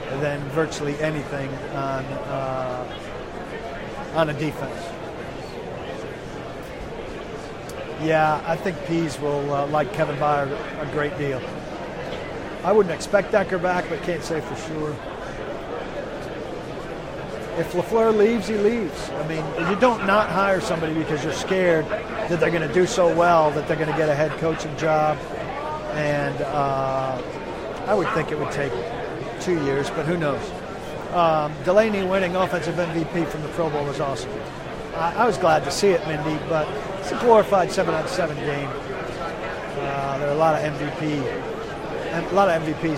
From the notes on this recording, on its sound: Live from Super Bowl LII. Live from Radio Row at the Super Bowl.